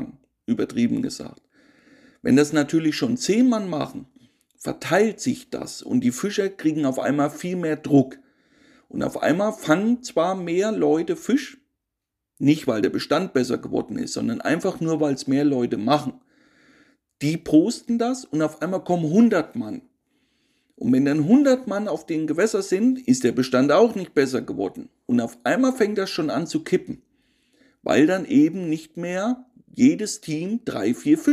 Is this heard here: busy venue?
no